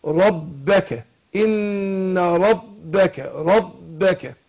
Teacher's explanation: الباء هنا قلنا بتخرج من بانطباق الشفتين وبانطباق الشفتين، بس مع تشديدها هتكون اشد انطباقا